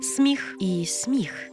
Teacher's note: І точно пом'якшує звук «м». Але звук «с» може бути як твердим, так і м'яким. · Term: варіантна вимова